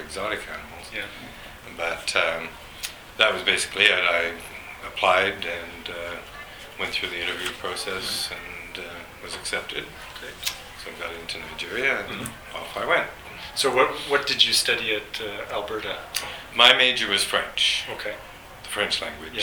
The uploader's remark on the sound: At the 50th Anniversary event at UBC on December 4, 2010. This podcast was recorded during CUSO-VSO's 50th Anniversary Kick-off celebrations in Vancouver, BC.